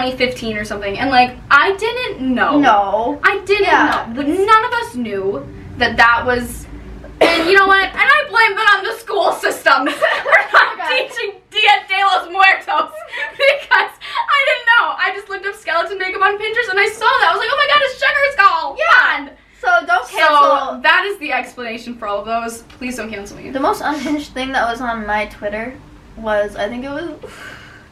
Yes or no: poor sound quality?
yes